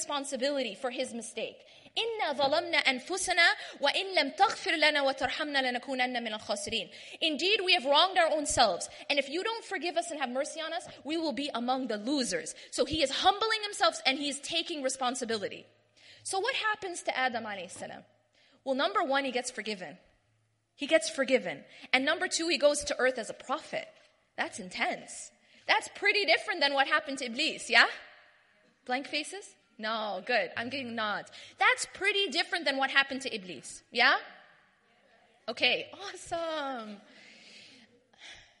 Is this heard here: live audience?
yes